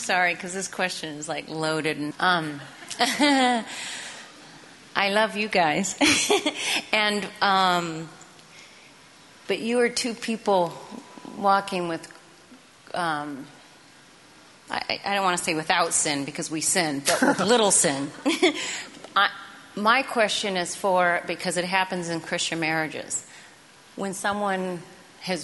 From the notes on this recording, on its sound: Q&A time from the Love & War tour